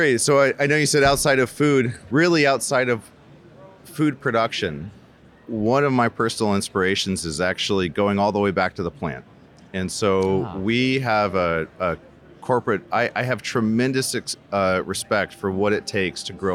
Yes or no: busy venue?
yes